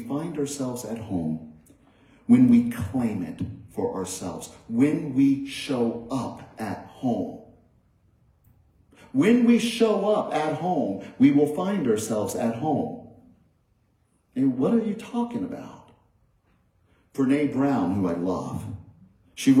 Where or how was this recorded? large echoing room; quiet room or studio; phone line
large echoing room